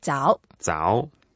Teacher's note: And 早 is a third tone. So okay. Make sure you go down first and go up. Go up again.